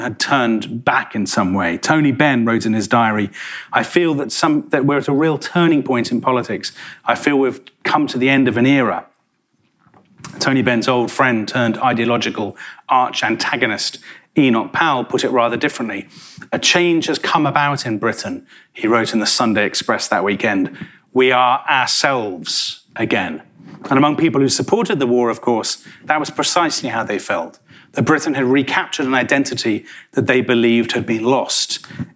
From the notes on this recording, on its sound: In a talk he delivered at our 2019 BBC History Magazine History Weekend in Winchester